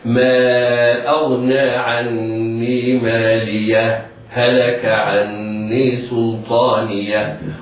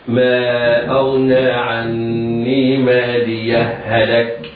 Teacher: الوجه الأول الإظهار مع السكت سكتة لطيفة